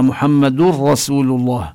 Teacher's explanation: وكذلك في الراء: محمد رسول الله، كذلك يعني لا نلفظ النون التي في التنوين، لا نقول محمد، إنما محمد رسول الله. من الدال المضمومة ننتقل إلى الراء المشددة، هذا الإدغام بلا غنة